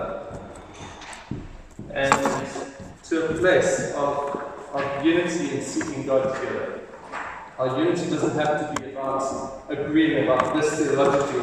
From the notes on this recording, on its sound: Recorded: 8th January 2023 at the 9:30am service. Recorded: 8th January 2023 at the 9:30am service.